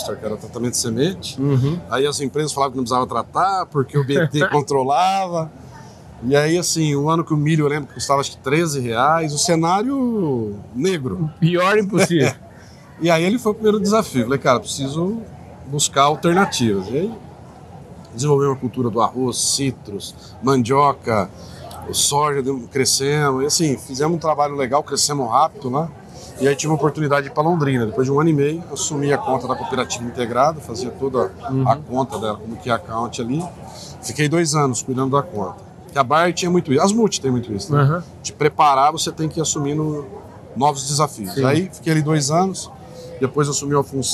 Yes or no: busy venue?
yes